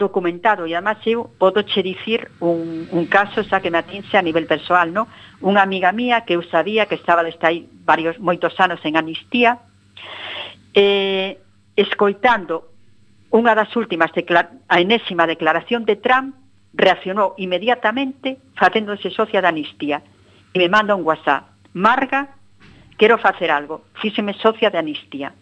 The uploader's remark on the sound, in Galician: CUAC FM. Hoxe tivemos conversas ben interesantes por teléfono.